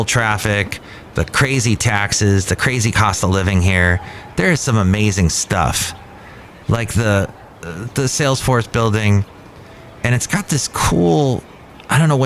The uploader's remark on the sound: podcasts live from Cafe Anyway